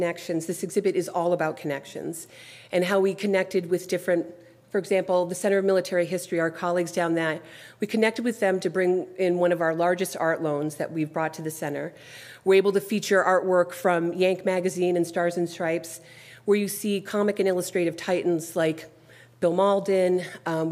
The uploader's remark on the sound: This lecture was recorded at the open house for the USAHEC's newest exhibit